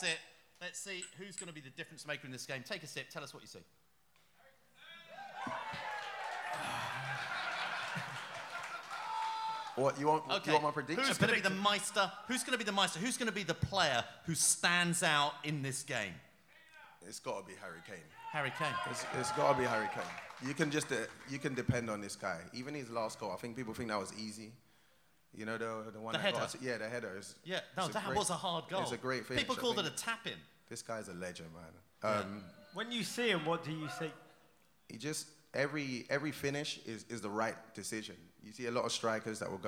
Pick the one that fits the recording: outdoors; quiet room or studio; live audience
live audience